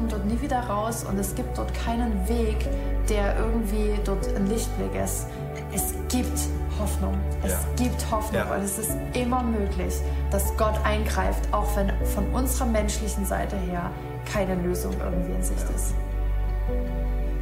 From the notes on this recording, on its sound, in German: Audiomitschnitt der Predigt